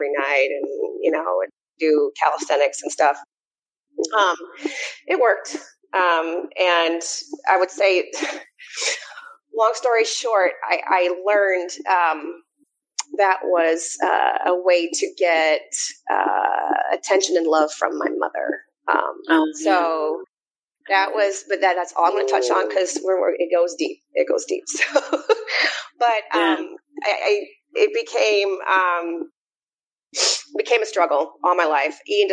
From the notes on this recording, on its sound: We had some technical difficulties this week, so the audio isn't the best.